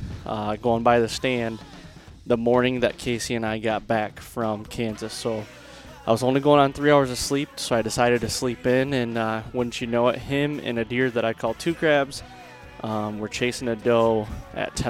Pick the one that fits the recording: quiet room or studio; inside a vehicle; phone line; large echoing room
inside a vehicle